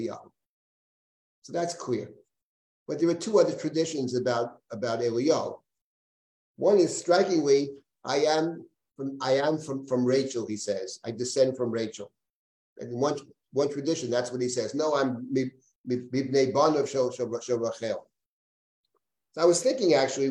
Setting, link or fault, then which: link, video call